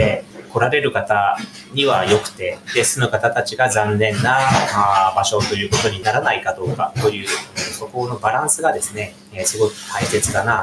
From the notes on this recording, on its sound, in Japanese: 気仙沼大島で牡蠣の養殖業を営む「ヤマヨ水産」。今回は新しくなった牡蠣の作業場からみなさんが作業されている中でオンライン収録させて頂きました！